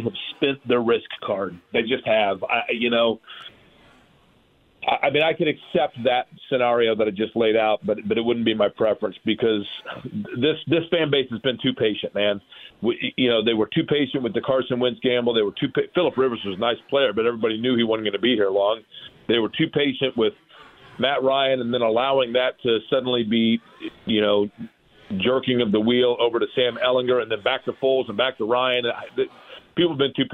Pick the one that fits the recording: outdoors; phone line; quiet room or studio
phone line